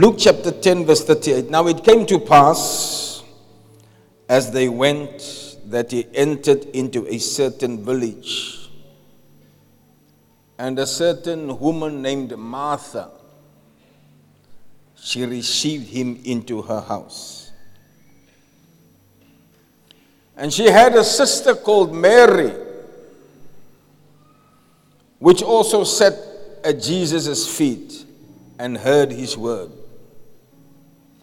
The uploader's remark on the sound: Preached at Zion Sanctuary, Cape Town on the 4th February 2024